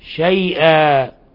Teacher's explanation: هذا مد لين مهموز، سائر القراء يقصرونه وصلا ووقفا إلا ورش فإنه يوسطه ويشبعه، يعني يوسط ويمد، يعني أربع حركات أو ست حركات، حالة